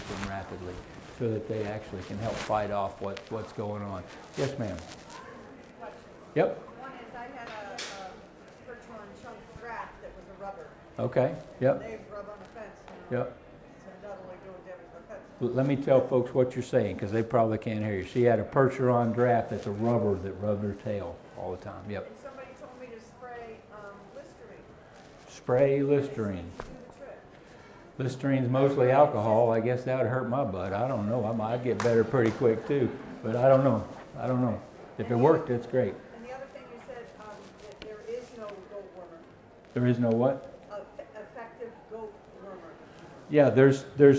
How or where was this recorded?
live audience